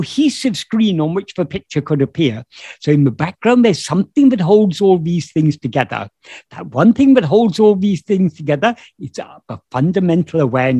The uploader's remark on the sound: In a Zoom meeting with Sri Ramana Center, Houston